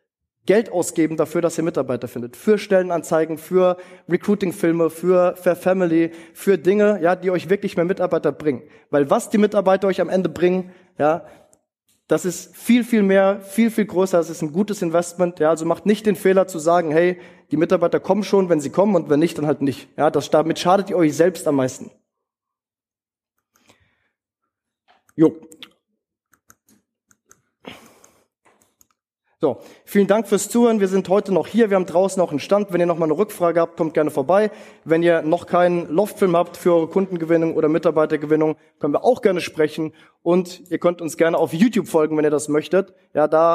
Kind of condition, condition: setting, live audience